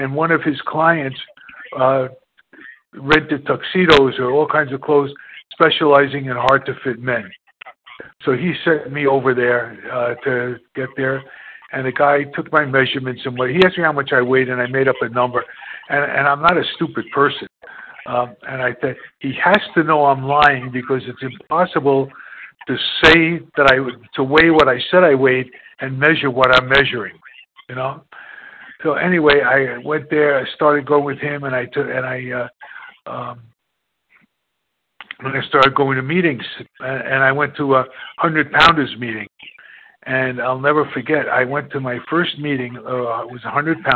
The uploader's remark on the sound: 100 Pounders Phone Meeting